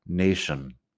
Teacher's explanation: Lo único es la pronunciación, nation. La T normalmente suena a T, pero en estas palabras es como si fuera sh, un poco. Nation.